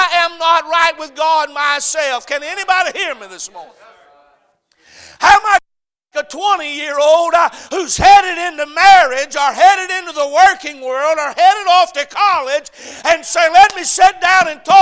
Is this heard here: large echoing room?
yes